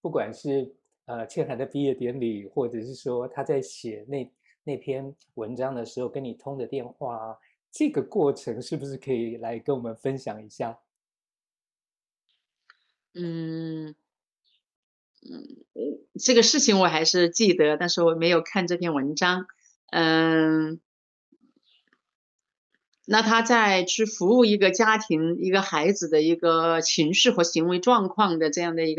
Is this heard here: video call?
yes